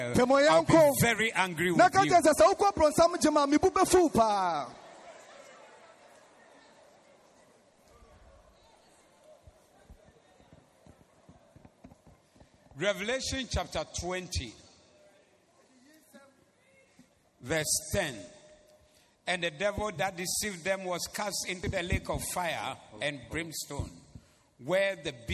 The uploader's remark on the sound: Preached at the Zeloo Service